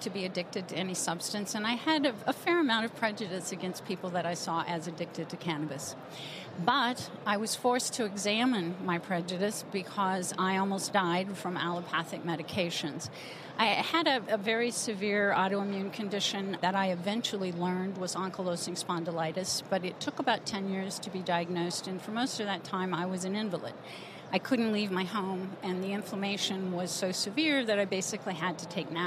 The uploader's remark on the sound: From the floors of the A4M Conference in Las Vegas